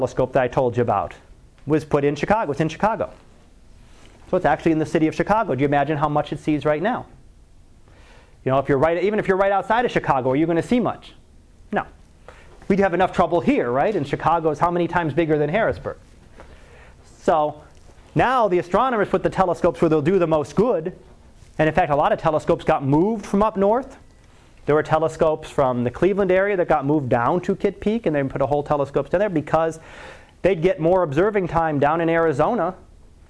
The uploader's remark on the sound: Live Class Lecture